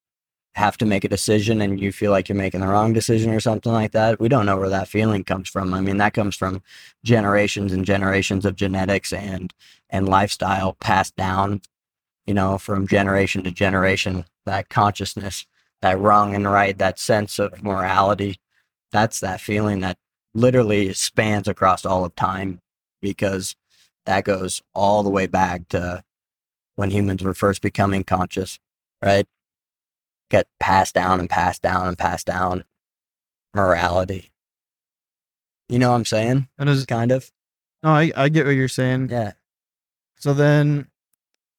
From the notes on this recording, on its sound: In total five hours of recording was captured on the ride back, so this will be a three episode series.